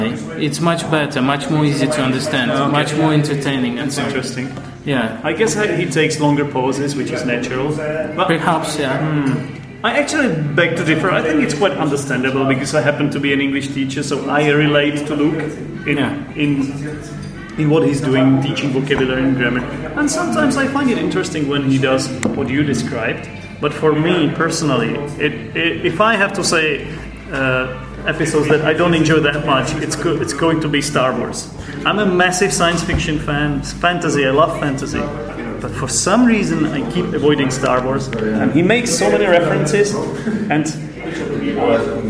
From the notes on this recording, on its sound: This is the second part of the episode which was recorded during the first Lepster meet-up in Prague.